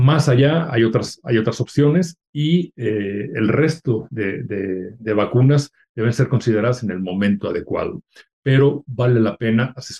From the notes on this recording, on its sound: via Zoom